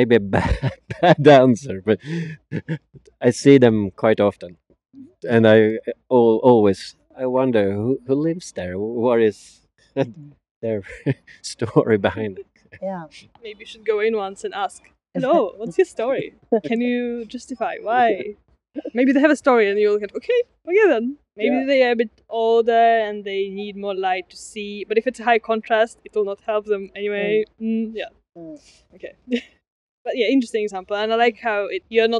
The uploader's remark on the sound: They were both working on the Yoga Paviljong project in Vasaparken, where we have done the recording this episode.